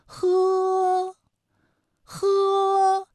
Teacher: 舌根要用力，尽量的上拢靠近软腭，让气流从舌根和软腭之间流出